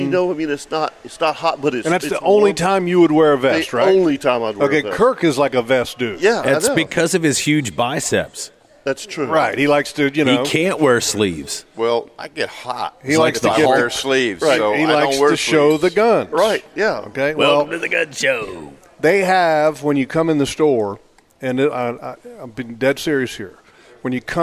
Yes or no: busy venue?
yes